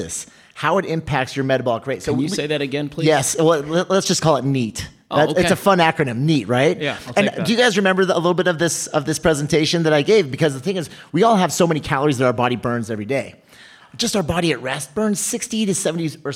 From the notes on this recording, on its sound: Our first LIVE podcast. Today’s show is brought to you LIVE from Buckeye. Speak to an audience and record the show at the same time.